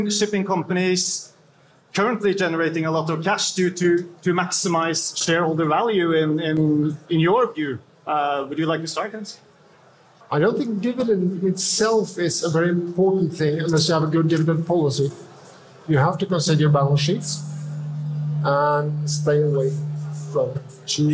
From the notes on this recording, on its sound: Live podcast. The recording was done before a live audience during lunch at the conference.